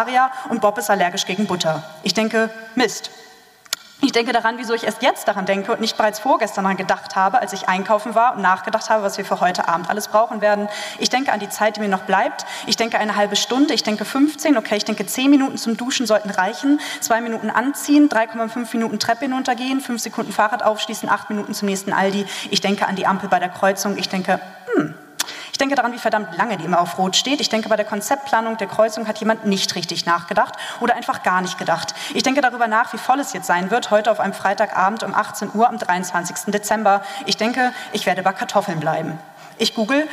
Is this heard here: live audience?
yes